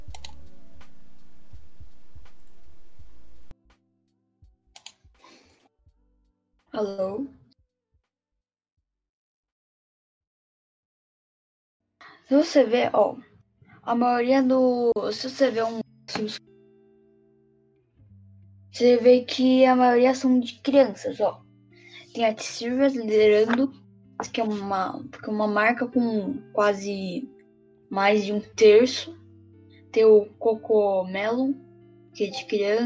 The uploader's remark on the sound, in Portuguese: Desculpa pela Qualidade pq meu fone é ruim e minha Internet estava ruim.